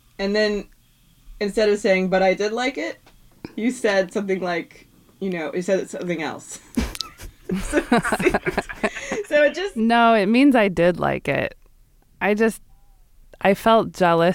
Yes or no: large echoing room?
no